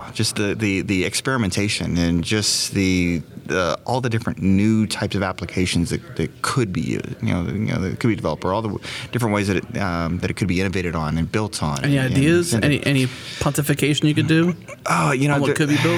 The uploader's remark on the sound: recorded at Node Interactive 2016